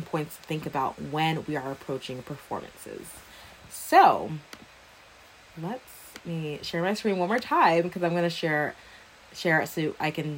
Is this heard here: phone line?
no